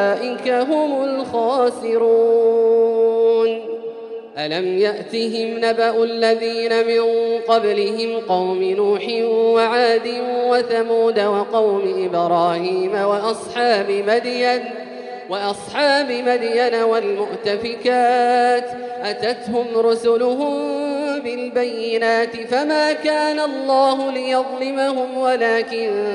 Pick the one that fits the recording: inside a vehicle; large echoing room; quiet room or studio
large echoing room